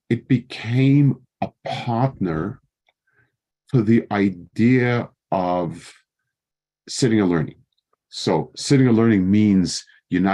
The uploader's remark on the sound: Given over Zoom for the Consortium of Jewish Day Schools.